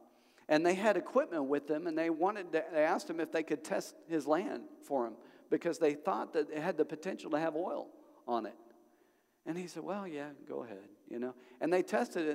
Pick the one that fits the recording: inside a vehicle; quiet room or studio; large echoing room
large echoing room